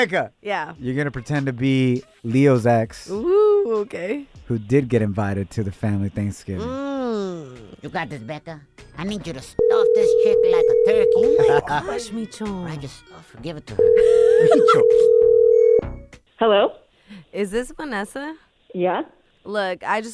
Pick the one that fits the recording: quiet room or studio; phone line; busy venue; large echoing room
phone line